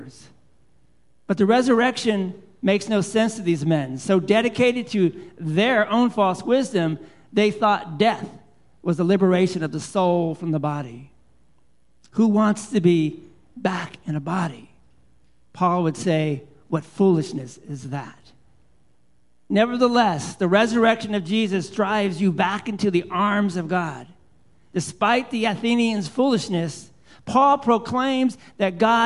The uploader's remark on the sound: Live Worship Service